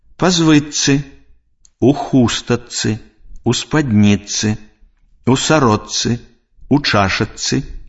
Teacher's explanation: Спалучэнне глухіх зычных «ч», «ц» вымаўляецца як падоўжаная зацвярделая афрыката «ц».